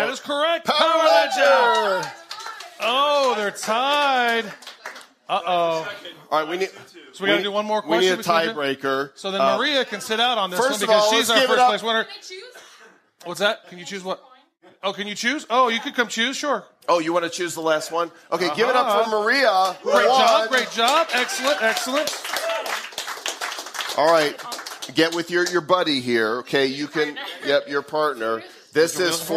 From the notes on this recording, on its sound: Live from Davos. We’re recording this episode live before an audience of people. This is our first time in front of our first live studio audience. We go live from CryptoHQ stage.